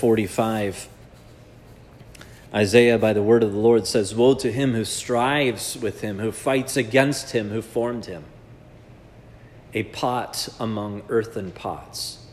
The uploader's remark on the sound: This sermon was preached at Providence Church on Sanctity of Life Sunday.